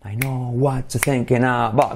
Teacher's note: Se comen el R y otra vez T más Y deviene o aparece este sonido GJ.